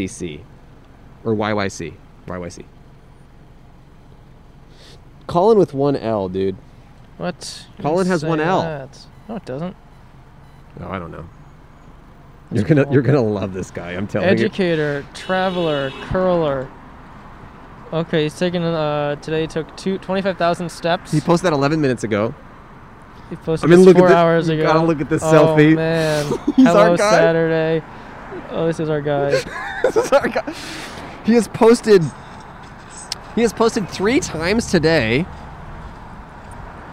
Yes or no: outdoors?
yes